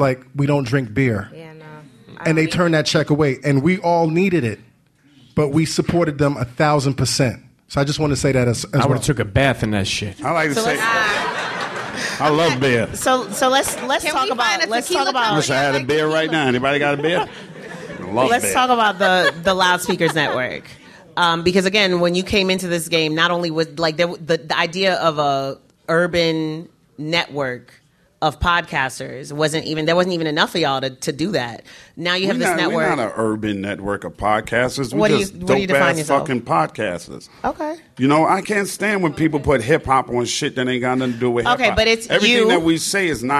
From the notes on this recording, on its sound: The LSN Podcast Panel Live From A3C. We present the Loud Speakers Network panel live from A3C.